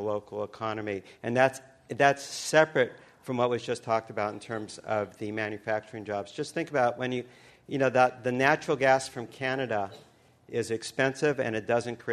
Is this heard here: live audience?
yes